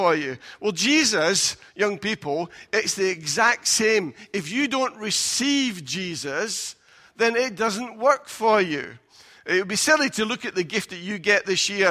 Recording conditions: large echoing room